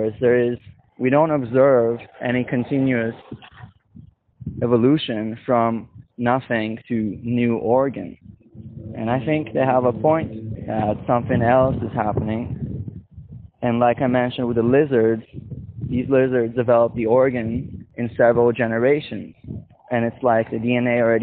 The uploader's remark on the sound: Shitty wind ruining my recording.